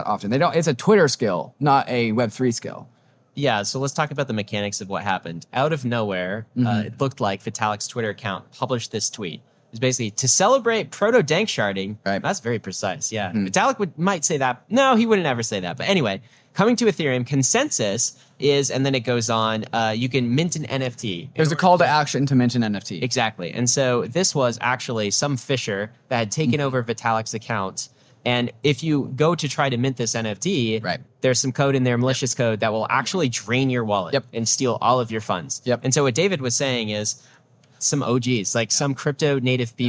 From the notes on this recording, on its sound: Live From Permissionless!